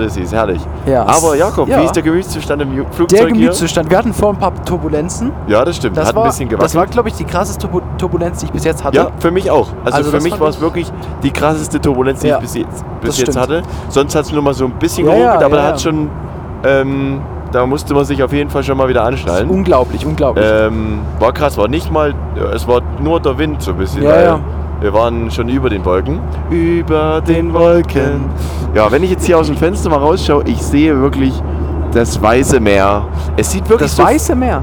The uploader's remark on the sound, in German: Live aus dem Flugzeug. In der heutigen Episode geht es um unseren England Aufenthalt mit sogar einer Live-Aufnahme aus dem Flugzeug.